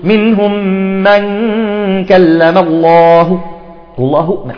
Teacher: تعطيها روم، يعني تعطيها ضمة بسيطة لتعلم أن الله هو الفاعل